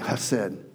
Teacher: But we think it's pronounced hased, perhaps with a more guttural huh to the beginning